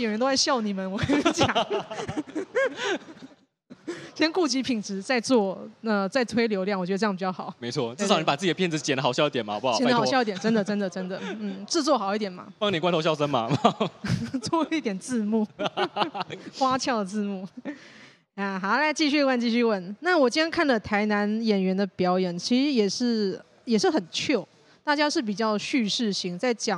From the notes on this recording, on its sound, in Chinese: 這一集出外景！來到台南講open mic，表演完立刻就在肯德基錄podcast！